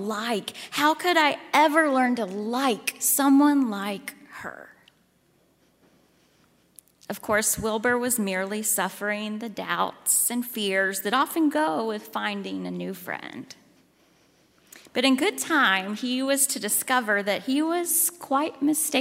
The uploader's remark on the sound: at Highland Baptist Church, Louisville, Kentucky.